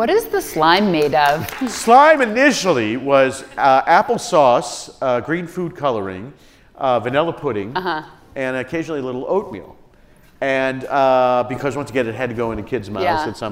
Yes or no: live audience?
yes